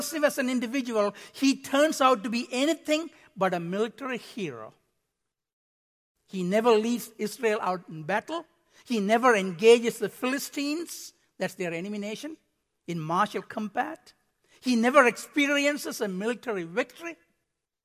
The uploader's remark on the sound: Midland Evangelical Free Church Sermon Audio